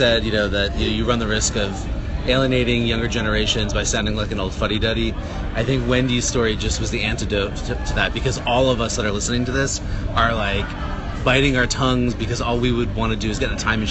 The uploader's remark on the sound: San Diego Comic-Con 2016. The Dark Horse Comics party at San Diego Comic-Con International.